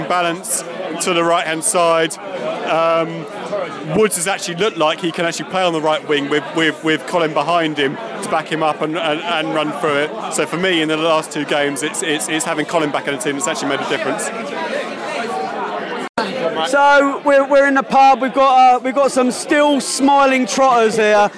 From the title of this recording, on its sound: Post Match Podcast from the pub